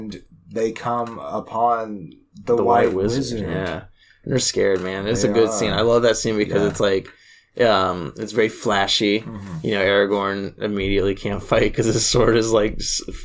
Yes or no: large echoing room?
no